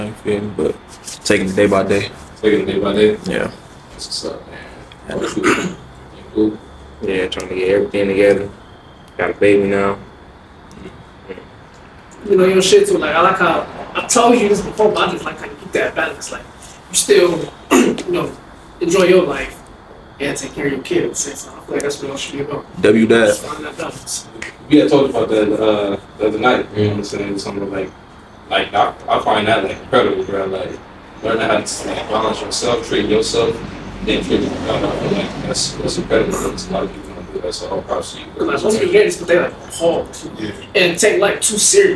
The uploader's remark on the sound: Amazing outside experience with some special guests Audio slightly off bear with us